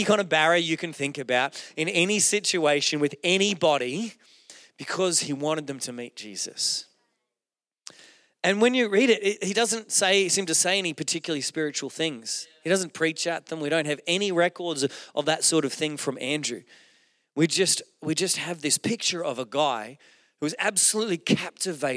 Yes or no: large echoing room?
yes